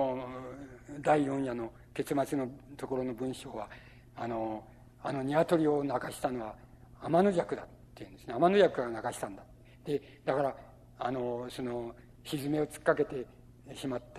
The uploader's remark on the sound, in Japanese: 音質：５。主催：日本近代文学館。場所：有楽町・よみうりホール。近代文学館・夏の文学教室。音源はライン録音。